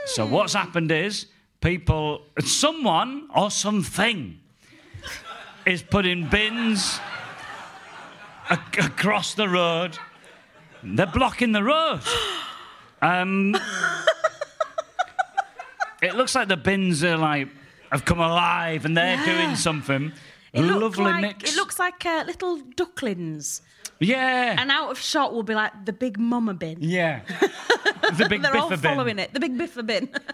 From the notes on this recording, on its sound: Live at the London Podcast Festival 2023. Live from the London Podcast Festival in Kings Place. Recorded by London Podcast Festival and edited by Aniya Das for Plosive.